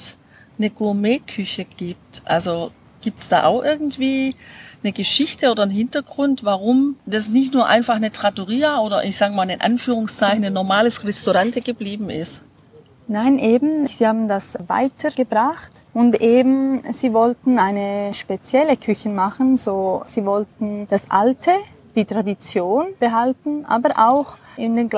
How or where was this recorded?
busy venue